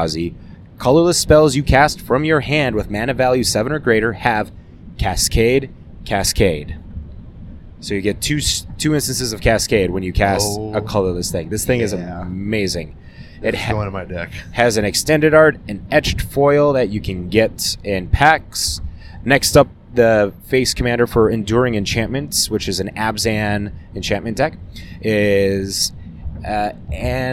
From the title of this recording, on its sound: Driving Back From MagiCon Minneapolis